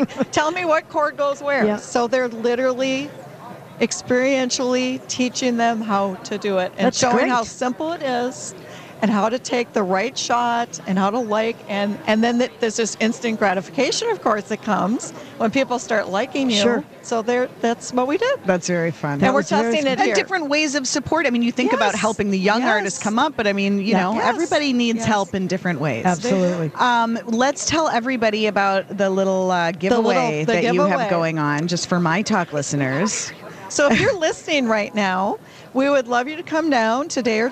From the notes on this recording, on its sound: Live at the American Craft Council show